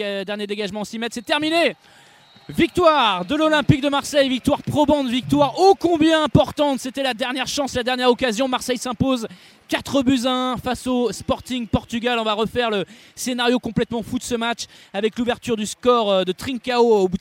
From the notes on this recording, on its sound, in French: en direct du stade Vélodrome